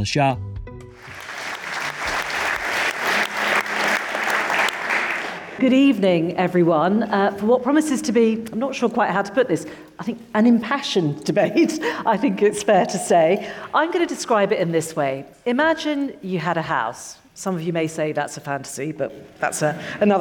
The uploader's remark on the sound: This episode brings you part one of our live event